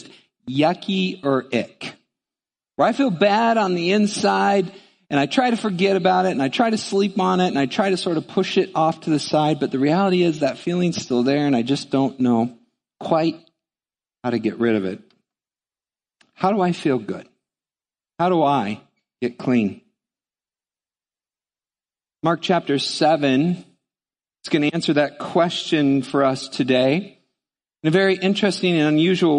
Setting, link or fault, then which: setting, large echoing room